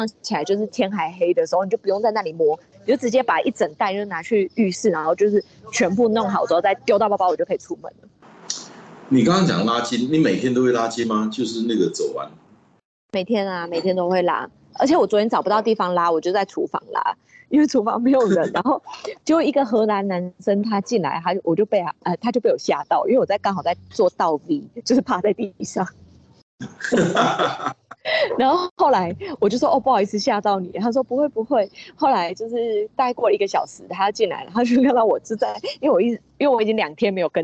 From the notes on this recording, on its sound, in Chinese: 本集於住宿公共空間進行錄音，故會出現些許背景音，若影響收聽品質請見諒!